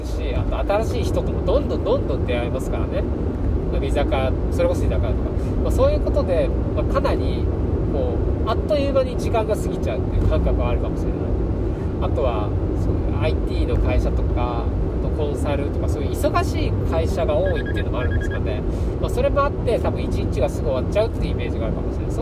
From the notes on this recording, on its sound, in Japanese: 新潟ドライブ中に配信。新潟ドライブ中に暇だったので録音しました。ひとり語り。